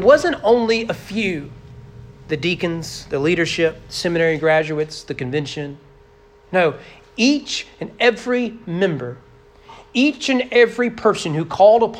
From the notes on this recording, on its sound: Sermon preached at Trinity Baptist Church on November 20, 2022 during morning worship.